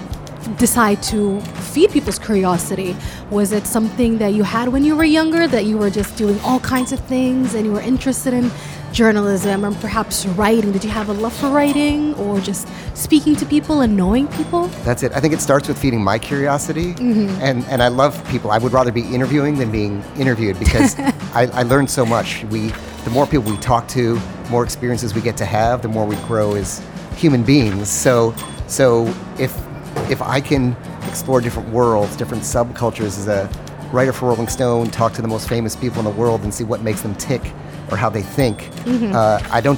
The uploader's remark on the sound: Live from SIBF 2022